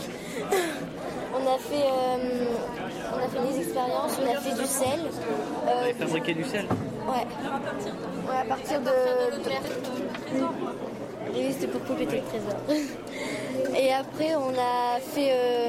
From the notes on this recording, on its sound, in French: Emission du 28 mai, en direct des rencontres Ecolysciences 2015.